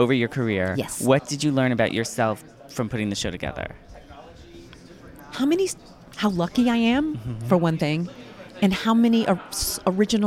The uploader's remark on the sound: live from Feinstein's/54 Below press day